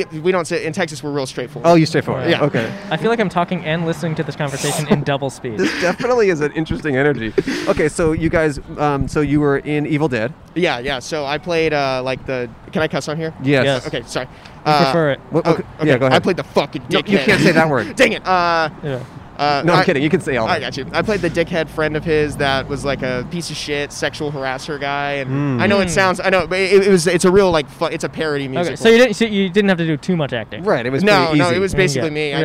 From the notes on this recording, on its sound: We recorded in front of iconic California institution In-N-Out. A lovely past guest who happened to walk by again. On Brand Blvd in Glendale.